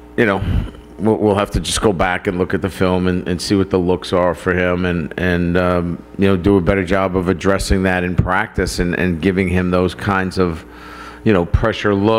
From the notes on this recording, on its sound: press conference